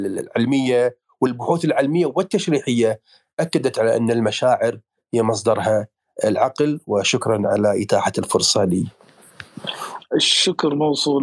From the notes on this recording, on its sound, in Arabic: تسجيل لمساحة ابن رشد الأسبوعية على منصة تويتر